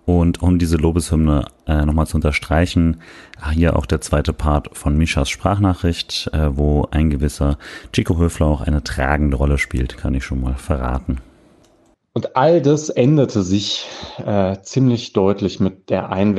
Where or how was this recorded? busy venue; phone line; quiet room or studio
quiet room or studio